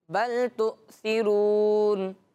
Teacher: انہوں نے حمزہ ساکنہ کو پڑھتے وقت جھٹکا دیا ہے